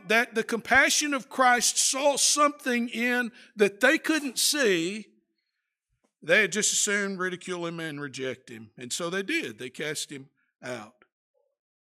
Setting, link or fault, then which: setting, large echoing room